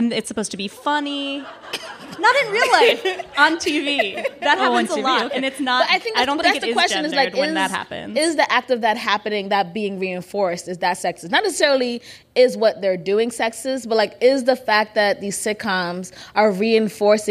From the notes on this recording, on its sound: Record live from The Hamilton.